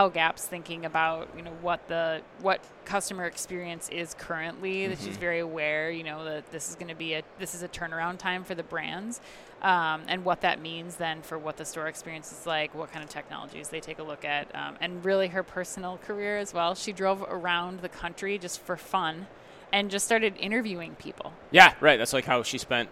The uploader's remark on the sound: NRF 2020 Live Recap from the Javits Center, NYC.